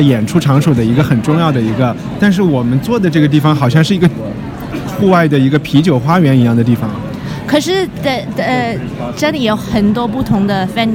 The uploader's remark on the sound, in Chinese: 在爱丁堡看演出。只能用手机在酒吧里录一期不剪辑的人物采访。采访有酒吧背景杂音，权当增添了节日气氛吧。